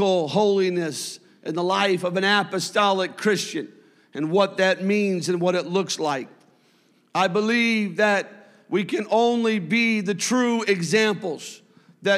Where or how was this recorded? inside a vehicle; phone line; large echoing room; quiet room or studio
large echoing room